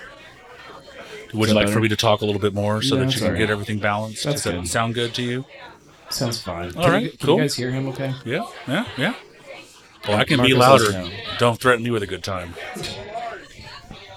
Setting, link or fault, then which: setting, busy venue